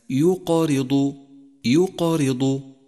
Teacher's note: لحرف القاف في كلمة يقارض يقارض، إشارة إلى وجود القلقلة، وهي هنا قلقلة صغرى لوقوعها في منتصف الكلمة